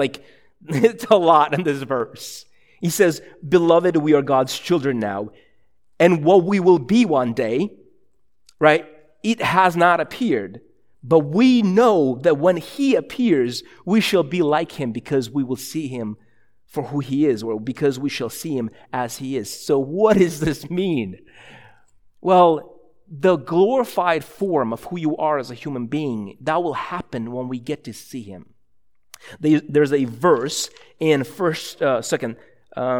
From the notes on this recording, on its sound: a sermon preached at ILOE Church in Bellevue, WA